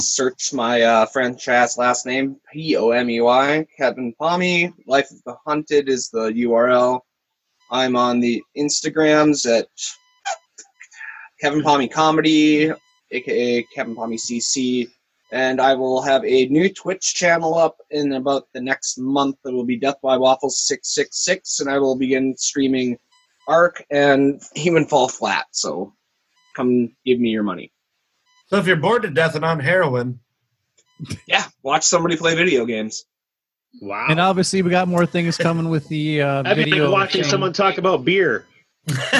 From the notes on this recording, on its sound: Another Zoom episode of Brews, Booze, & Reviews.